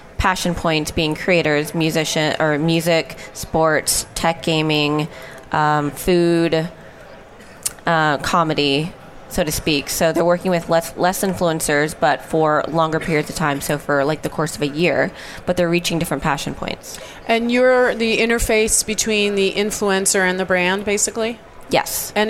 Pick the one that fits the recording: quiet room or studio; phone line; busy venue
busy venue